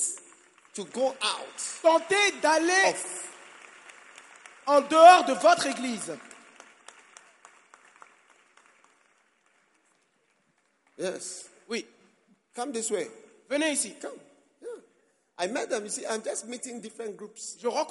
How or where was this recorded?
live audience